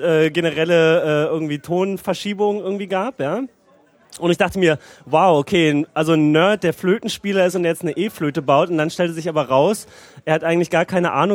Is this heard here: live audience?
yes